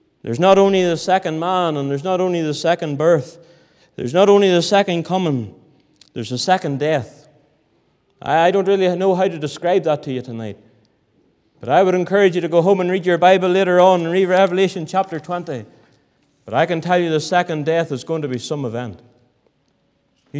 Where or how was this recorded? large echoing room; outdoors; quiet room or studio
large echoing room